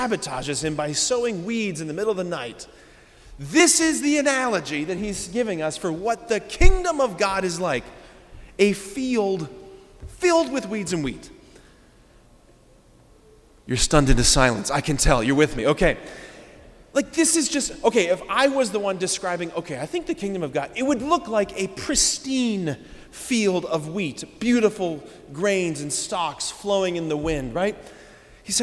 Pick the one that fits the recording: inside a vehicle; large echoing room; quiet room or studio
large echoing room